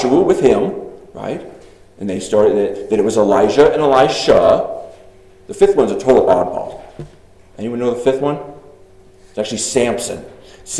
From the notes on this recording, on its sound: Delivered 6/4/23 at Congregational Church in Arriba, CO.